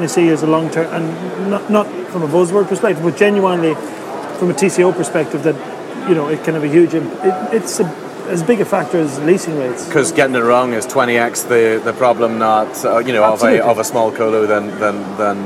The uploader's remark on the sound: coming to you from the Data Center Dynamics conference in Singapore